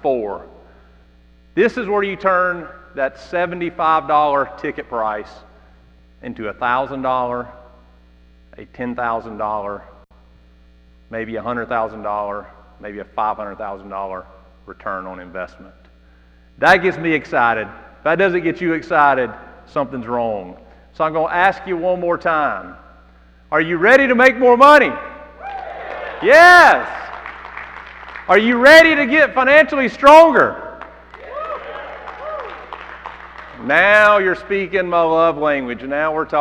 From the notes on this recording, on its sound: This live keynote session. From the Stronger Business Summit.